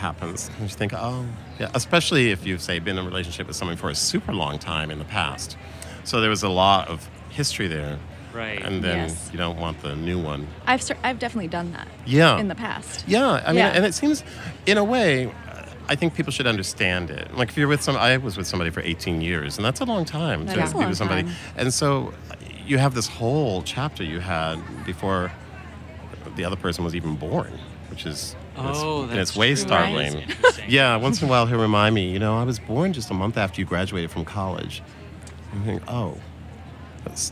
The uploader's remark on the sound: It's our second show from the Los Angeles Times Festival of Books at USC